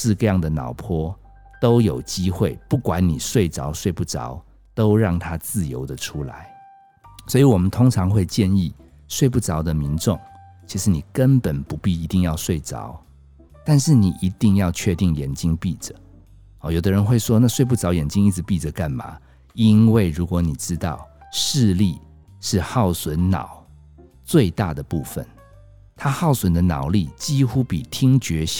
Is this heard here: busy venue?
no